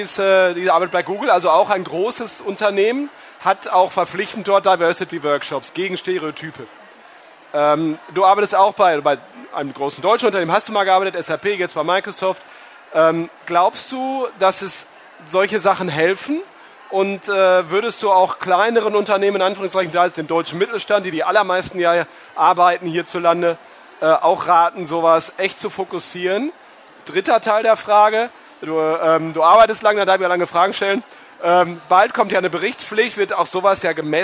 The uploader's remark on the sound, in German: Live-Gespräch auf der Karriere-Messe HerCareer